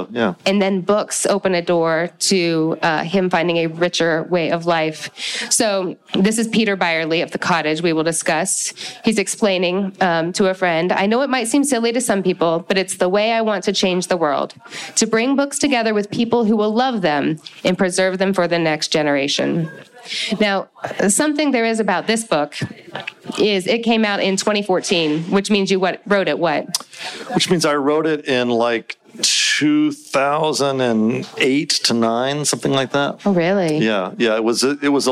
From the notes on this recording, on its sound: Along with 150 other readers at the ever-charming bookstore Bookmarks NC in Winston-Salem, North Carolina as part of an event for the Modern Mrs Darcy Book Club. We got to have our author chat in person.